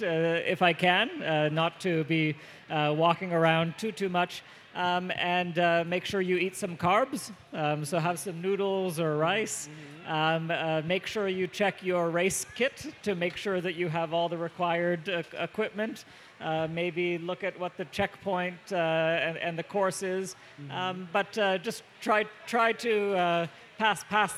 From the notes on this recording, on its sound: VMM 2023 - Pre Race Interviews. We are joined on stage at VMM.